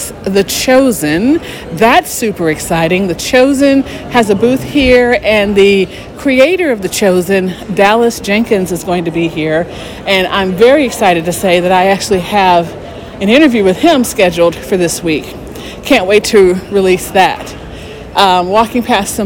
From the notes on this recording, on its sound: Live at the NRB Christian Media Conference. I’ll be broadcasting all this week from the conference.